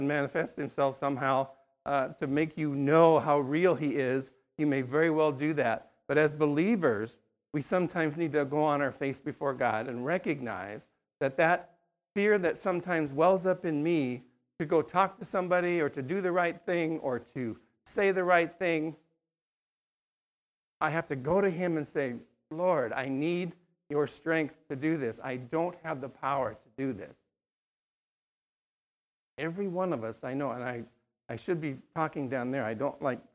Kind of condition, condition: setting, large echoing room